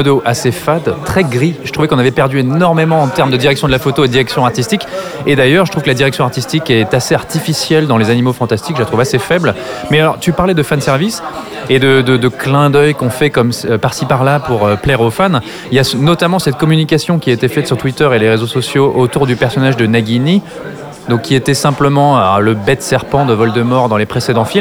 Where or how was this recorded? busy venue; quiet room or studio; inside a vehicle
busy venue